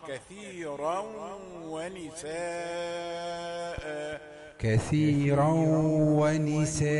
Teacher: كثيرا، الراء مفخمة. ورش هو الذي يقرأ كثيرا، لكن نحن نقرأها مفخمة.